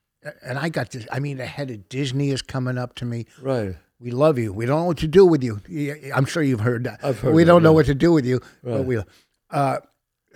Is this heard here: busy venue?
no